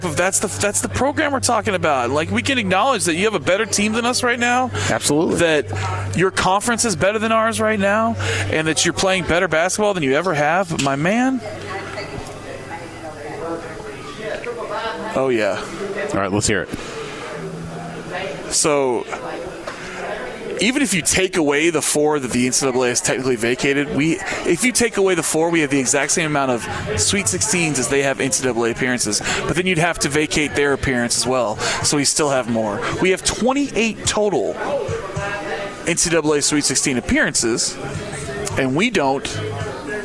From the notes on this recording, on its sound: Broadcasting live from Khalil's! 10966 Dixie Hwy, Louisville, KY 40272.